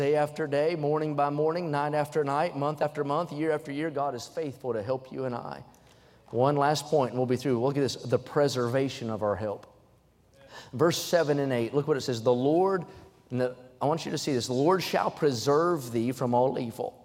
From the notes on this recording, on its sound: during the Wednesday Evening service on May 31, 2023, at North Valley Baptist Church in Santa Clara, California.